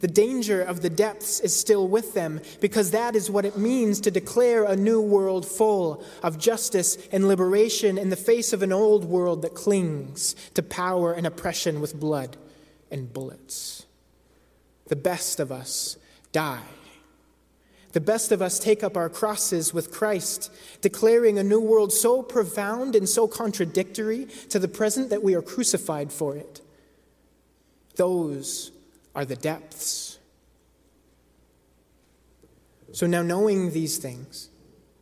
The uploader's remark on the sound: Preached at The First Presbyterian Church of Brooklyn